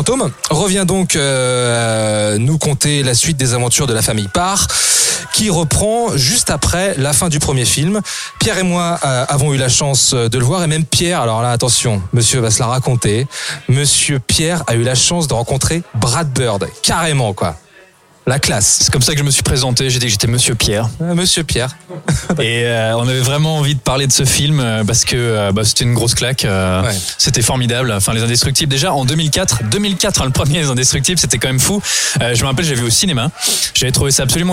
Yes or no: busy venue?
yes